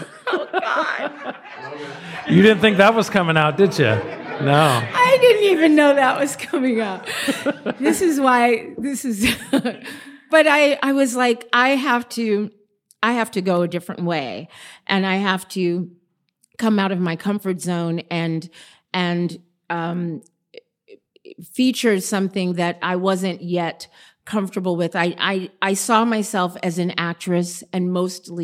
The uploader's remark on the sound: Live at BroadwayCon 2023! In an enjoyable BroadwayCon encounter this past summer, I found myself in the heart of all things Broadway, rubbing shoulders with the stars and hosting live interviews for the Broadway Podcast Network.